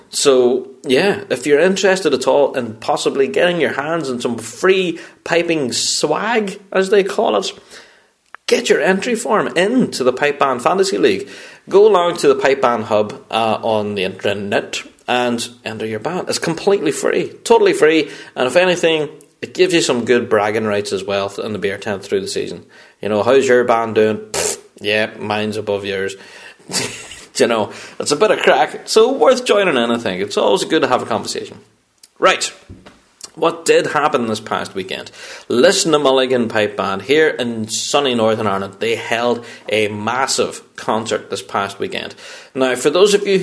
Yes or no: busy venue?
no